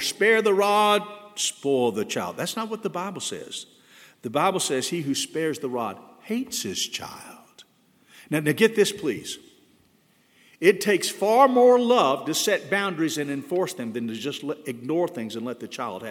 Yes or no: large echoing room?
yes